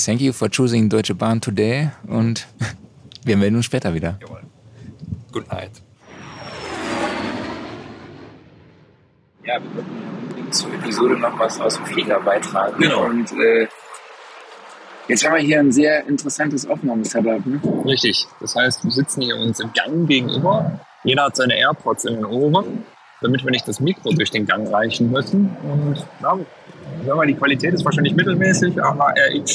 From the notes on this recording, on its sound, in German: Wrap-Up im Auto. Rückfahrt von Apogee zum Hotel. NAMM Wrap-Up Tag 1.